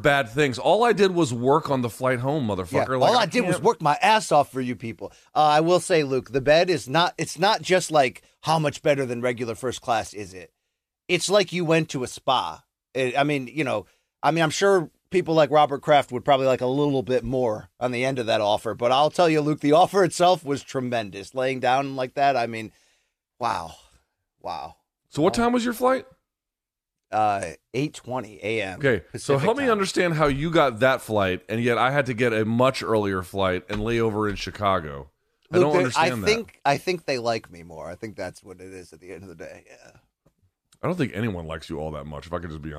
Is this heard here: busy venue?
no